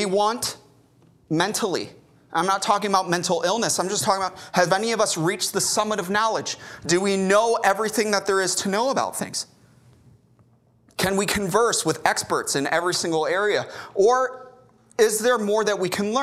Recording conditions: large echoing room